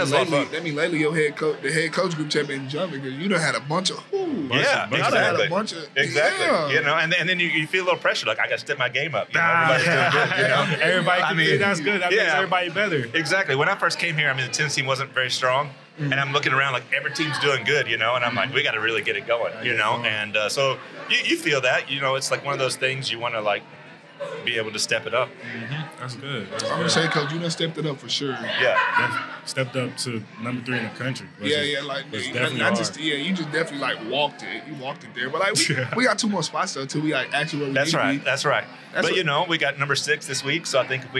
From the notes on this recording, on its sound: With the whole tennis team attending the recording, there might be some other voices you hear chiming in. Recorded at Eskimo Joe's on Thursday, February 1, 2024.